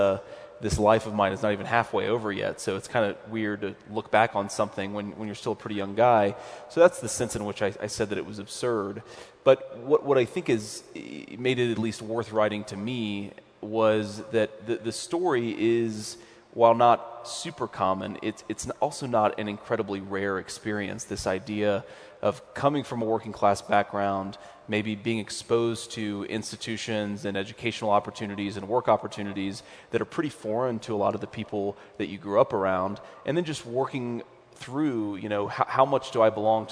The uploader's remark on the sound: In his keynote during Silicon Slopes Tech Summit 2018.